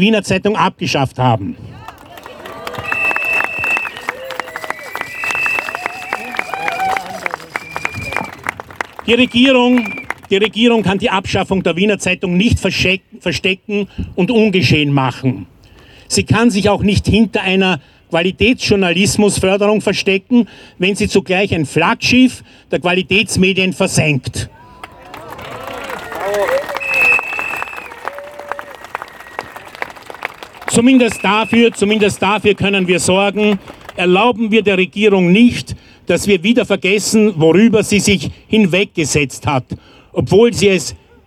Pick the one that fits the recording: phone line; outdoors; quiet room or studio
outdoors